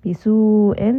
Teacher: This is mad واجب متصل because the mad and the hamza are within that same word.